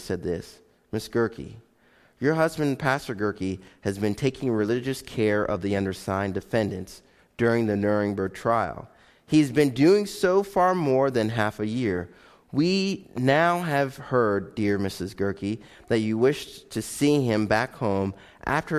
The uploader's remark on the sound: Live Broadcast of Faith Baptist Church